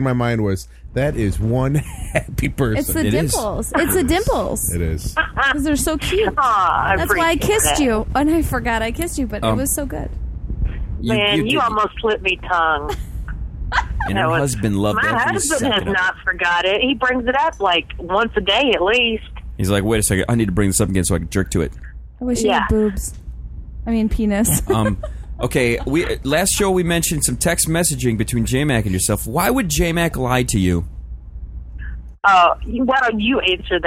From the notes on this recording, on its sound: Via the phone. In studio do some news.